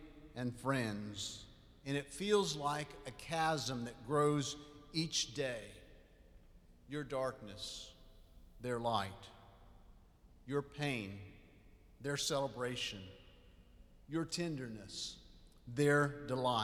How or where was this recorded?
large echoing room